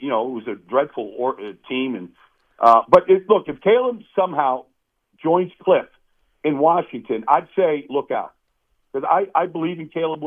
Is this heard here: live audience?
no